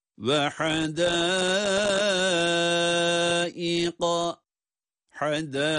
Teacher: Ha boğazın ortasından çıkıyor. Hadaiqa derken meddi muttasıldır.